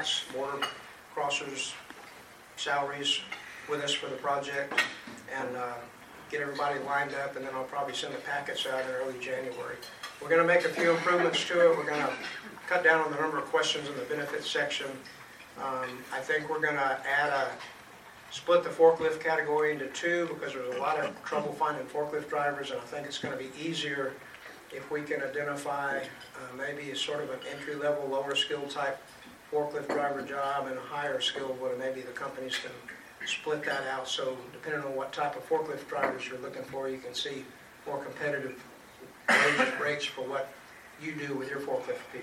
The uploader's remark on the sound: He mentioned the deal in his monthly report, which was given at the DoubleTree Suites by Hilton Hotel in McAllen.